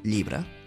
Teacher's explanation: Com per exemple, en la paraula llibre, escrita amb B final, els parlants orientals fan la neutralització. Això vol dir que fan una vocal intermitja entre una A i una E, la E, i així diuen llibre.